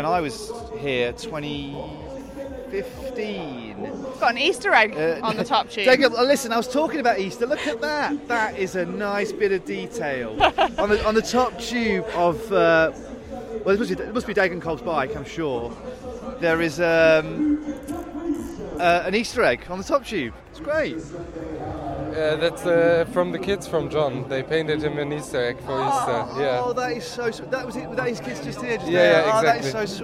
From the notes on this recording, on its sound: This episode of Service Course was recorded on location at the Hell of the North. Two breathtaking races at Paris-Roubaix.